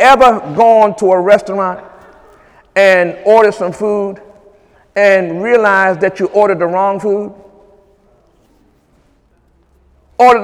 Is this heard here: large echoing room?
yes